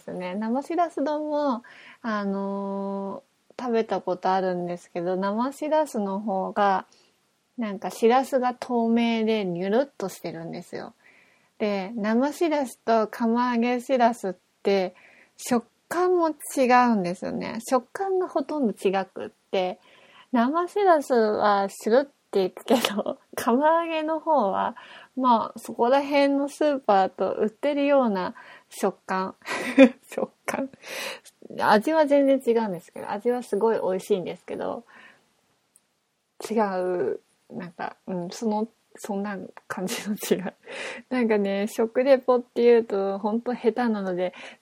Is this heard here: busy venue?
no